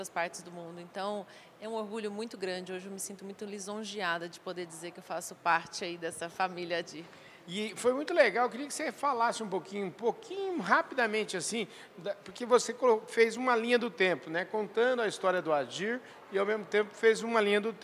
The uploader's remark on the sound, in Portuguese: Prosa gravada durante o Meeting Adir, realizado em Ribeirão Preto!